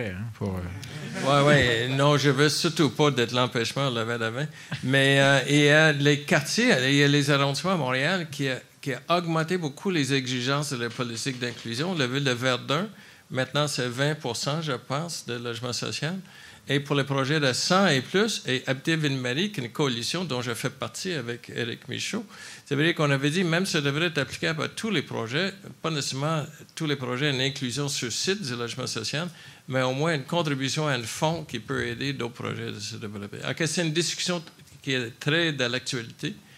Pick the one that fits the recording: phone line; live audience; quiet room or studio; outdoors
live audience